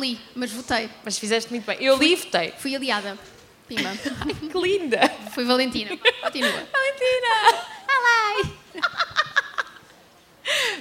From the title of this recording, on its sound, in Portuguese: Livra-te ao vivo na Comic Con